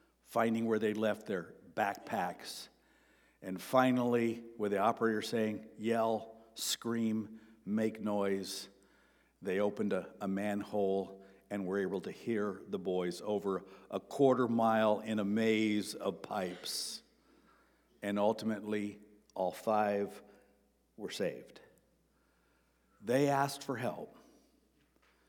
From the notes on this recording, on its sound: Sermon preached on March 26, 2023 at Avondale Baptist Church.